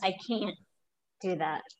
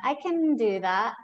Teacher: it's a hard stop if it's can't, as in can't, versus a very soft stop if it's can